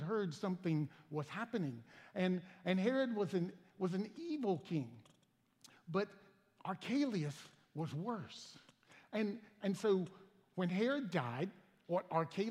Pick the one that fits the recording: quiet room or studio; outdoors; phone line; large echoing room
large echoing room